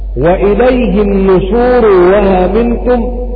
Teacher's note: أبدل الهمزة الأولى واوا وسهل الهمزة الثانية